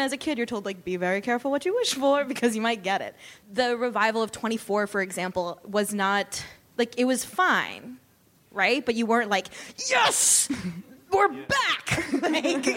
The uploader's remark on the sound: A special live taping of the Vulture TV podcast at the New York Television Festival.